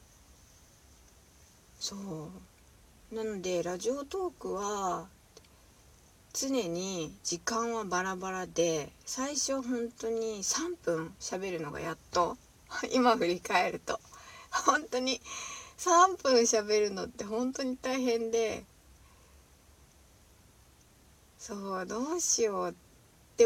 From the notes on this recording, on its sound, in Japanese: 車の中スタジオからお送りしている